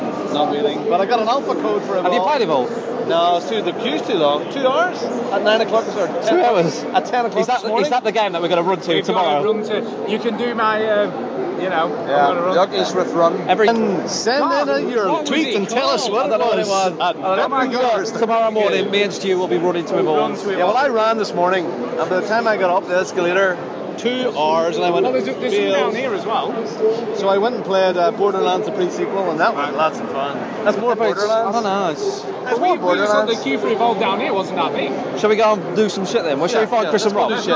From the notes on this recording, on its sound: recorded a ton of audio of the guys on the show floor